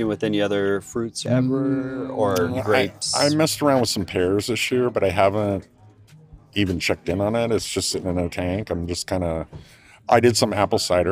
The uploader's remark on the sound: Interviews with some of the winemakers at the By The Way Festival November 2022. By The Way is a wine festival held regularly in Richmond, CA.